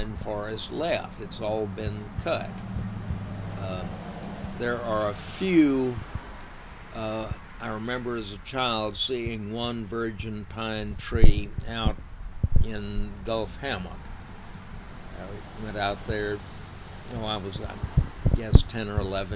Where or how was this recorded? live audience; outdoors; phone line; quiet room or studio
outdoors